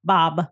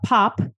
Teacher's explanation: you're going to use your voice for the B, but you're not going to use it for the P. So when they make the sound like the word pop, they're going to say Bob.